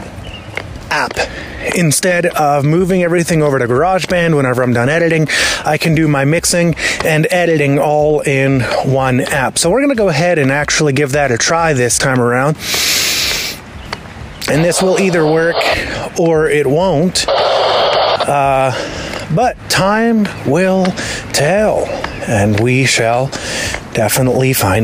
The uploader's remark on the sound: I then airdropped the file from my ipad to my iphone and am now uploading it via my phone. We went from my apple watch to my apple ipad to my apple iphone. I don't know how different it will sound when it is all said and done compared to the Garageband productions. We'll continue using Hokusai until we hear otherwise.